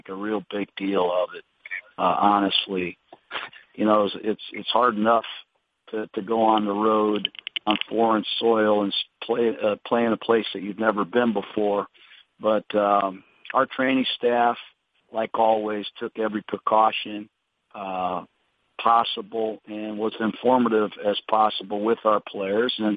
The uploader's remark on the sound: Conference Call